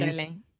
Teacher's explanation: So your tongue is just touching the top of your mouth very fast. · Term: flap T